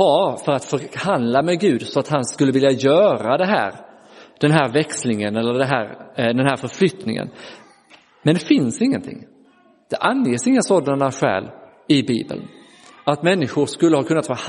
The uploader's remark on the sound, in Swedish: Inspelad i Roseniuskyrkan den 30 april 2023.